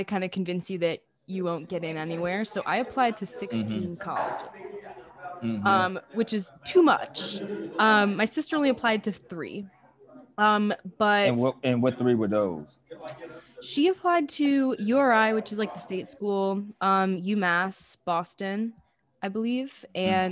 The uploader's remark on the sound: recorded “live” from the Garden District at Still Perkin on Prytania